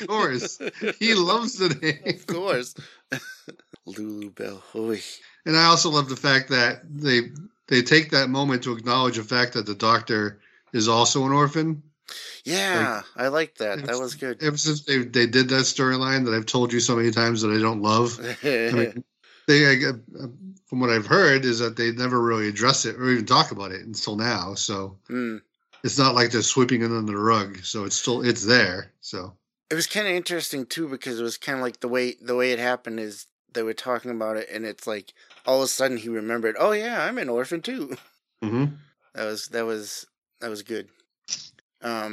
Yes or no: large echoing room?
no